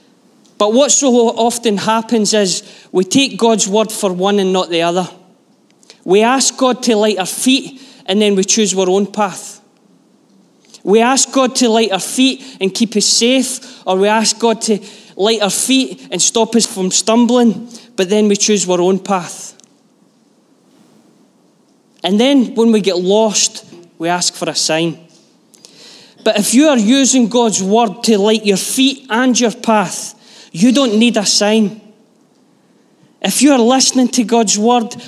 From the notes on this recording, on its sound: Live from our Sunday gathering.